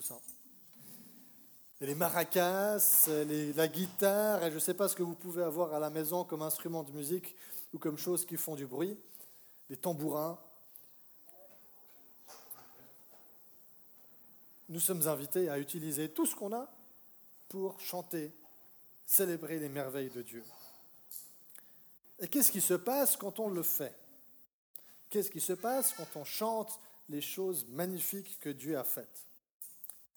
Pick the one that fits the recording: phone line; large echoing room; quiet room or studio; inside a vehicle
large echoing room